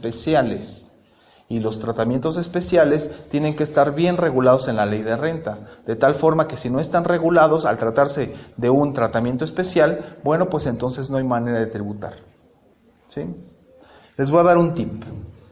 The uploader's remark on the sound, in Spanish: compartimos la exposición dentro del Panel Universitario en el marco de los festejos de la Semana de la Contaduría Pública 2019